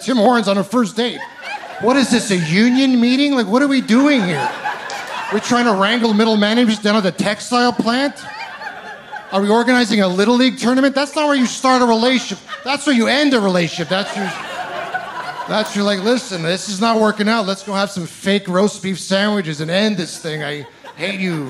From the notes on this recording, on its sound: From the Okanagan Comedy Festival